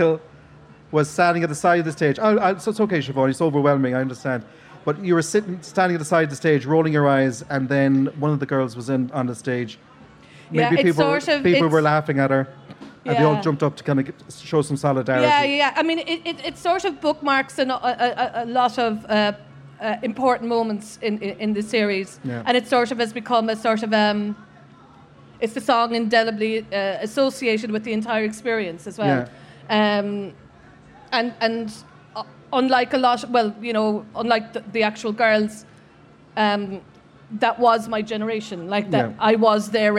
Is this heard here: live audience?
yes